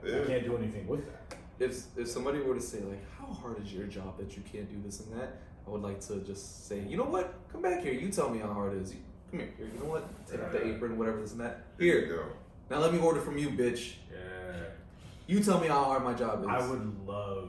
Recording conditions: poor sound quality